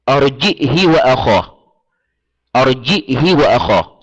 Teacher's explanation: قرأ بالهمزة الساكنة قبل الهاء مع كسرها يعني مع كسر الهاء وقصرها لأنه لم يذكر مع المشبعين.